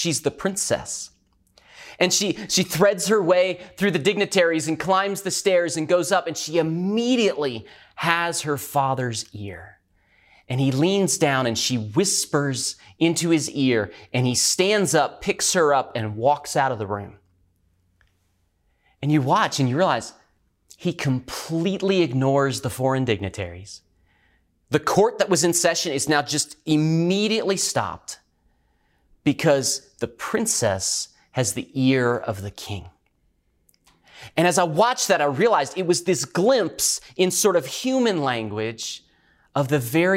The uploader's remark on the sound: Recorded at Northlands Church on May 17, 2020.